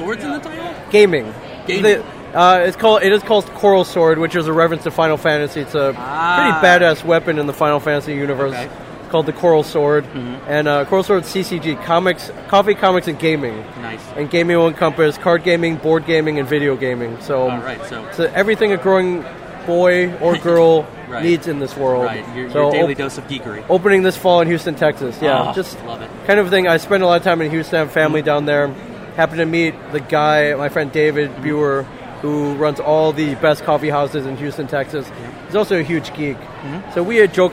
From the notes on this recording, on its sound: We are live at Awesome Con 2017 and we have an impromptu interview.